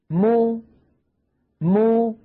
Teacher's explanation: تبتعد الشفتان عن بعضهما، ويصاحب ذلك مخرج أم الضمة وهي الواو · Term: الميم مضمومة